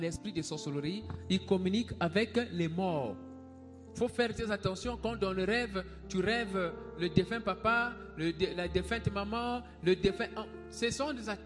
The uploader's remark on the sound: SUNDAY LIVE SERVICE